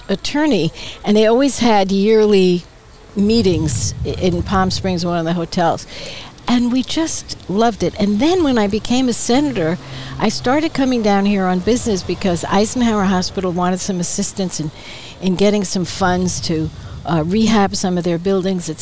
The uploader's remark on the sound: Recorded on the outdoor patio of Skip Paige's Little Bar in Palm Desert, CA.